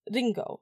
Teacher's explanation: Japanese has a sound that's halfway between L and R.